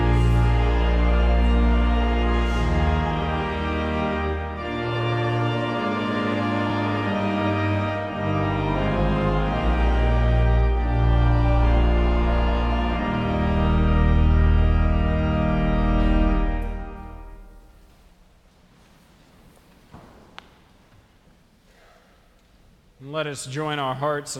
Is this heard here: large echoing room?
yes